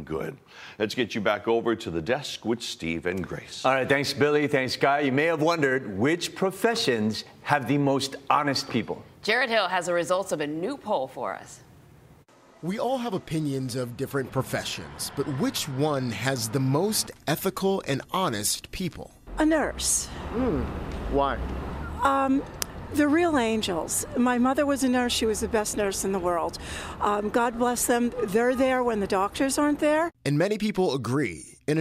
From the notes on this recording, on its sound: live from the airport in Honolulu this morning